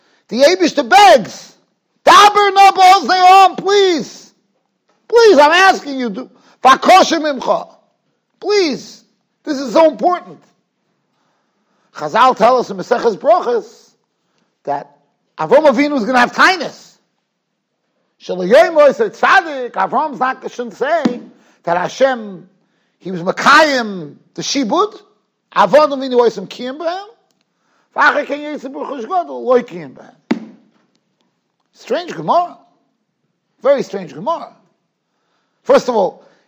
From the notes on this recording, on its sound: Shiur recorded in Yeshivas Ohr Reuven, Monsey, NY.